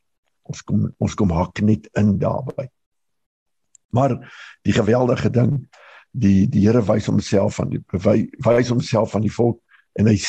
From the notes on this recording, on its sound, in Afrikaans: Manne van die Woord Zoom Byeenkoms 14 April 2022